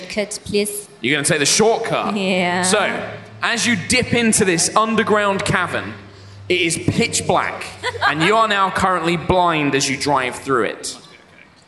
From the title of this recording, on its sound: High Rollers LIVE at MCM Comicon 2018